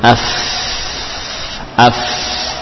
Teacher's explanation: Fa huruf bibir, bibir bawah dengan gigi seri atas yang dua. Af bagian dalam, bagian dalam bibir bawah, sehingga bukan ditarik ke dalam, jangan ditarik ke dalam bagian bibirnya, supaya yang nempel bagian dalamnya.